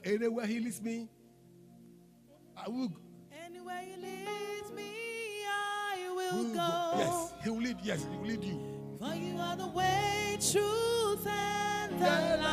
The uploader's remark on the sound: Preached At LCC Goshen